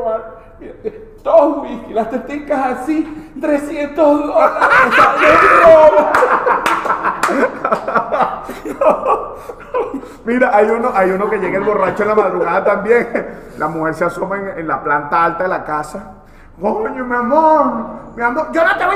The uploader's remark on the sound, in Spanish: Techo Tres es un programa grabado en vivo.